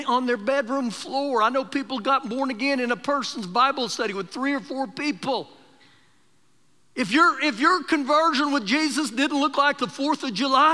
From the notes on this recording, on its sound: Recorded live during our Sunday morning service